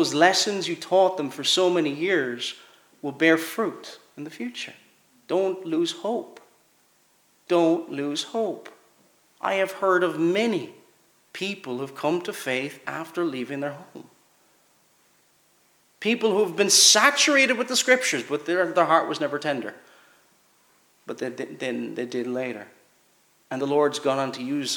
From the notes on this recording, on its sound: Preached at Kellswater Reformed Presbyterian Church